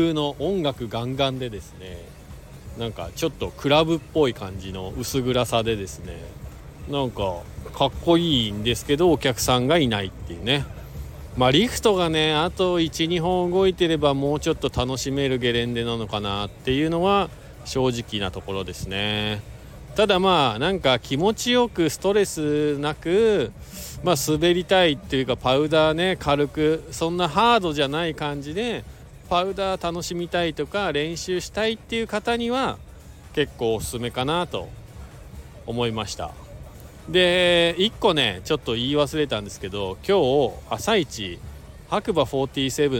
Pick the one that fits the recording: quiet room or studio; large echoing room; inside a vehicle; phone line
inside a vehicle